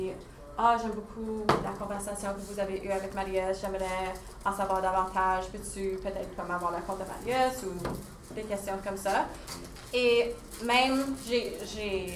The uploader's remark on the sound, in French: J'ai donné l'atelier "L'art du podcast" à une vingtaine de pédagogues à Saint-Jérôme, QC. Je me suis enregistré en direct de la salle, afin de partager l'atelier.